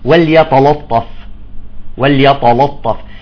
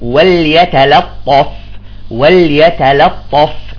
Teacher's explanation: بيفخم التاء بيطالعها طاء وفخم اللام، بيقول لك زبطت اللام الأولى وليتلطف، لا يجب أن ترقق اللامتين · Shown in: second take